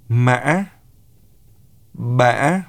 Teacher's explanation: High-rising broken tone has a high-rising pitch starting as high as the high-rising tone and is accompanied by a glottal stop. It is symbolized by the tilde, which is called in Vietnamese dấu ngã, mã, bã.